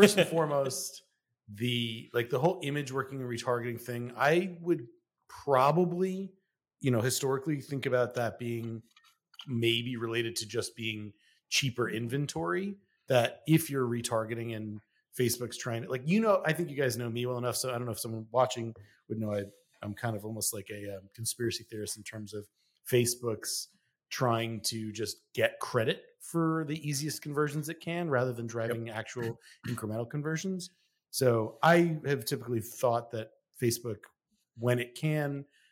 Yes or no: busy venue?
no